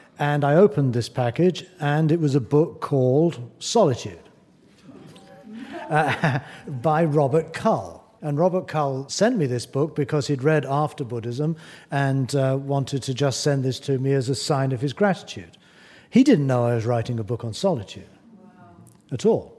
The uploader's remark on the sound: in front of a live audience